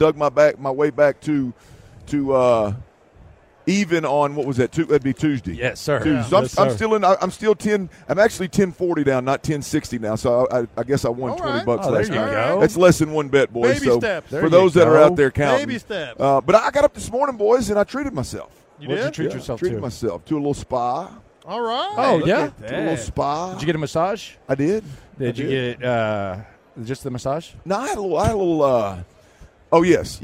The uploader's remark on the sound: In The Loop LIVE In Vegas Day 3! Live from Radio Row.